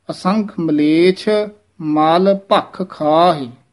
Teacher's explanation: ਮਲ ਪੋਲਾ ਬੋਲਣਾ ਹੈ, ਮੱਲ ਨਹੀਂ ਕਹਿ ਦੇਣਾ, ਅਗਰ ਮੱਲ ਕਹਿ ਦਿੱਤਾ ਉਹਦਾ ਅਰਥ ਹੈ ਪਹਿਲਵਾਨ ਘੁੱਲੀ, ਮਲ ਮੈਲ।